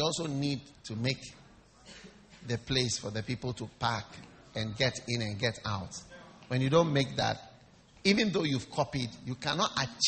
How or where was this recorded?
large echoing room